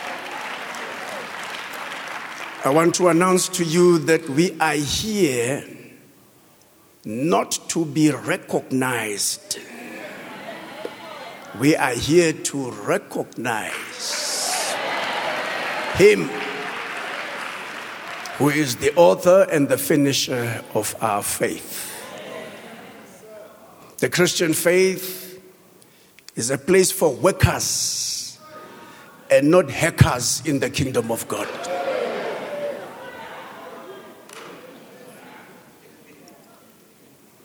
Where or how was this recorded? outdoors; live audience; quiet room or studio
live audience